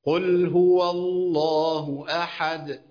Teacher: اللام في اسم الجلالة كلمة الله وكلمة اللهم لام مشددة، عبارة عن لام ساكنة ولام متحركة